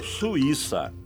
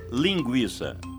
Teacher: No caso de Suíça, estamos falando de hiato, U, I, pronunciado separadamente. · Shown in: first take · E por isso o I, que nesse caso é tônico, leva acento.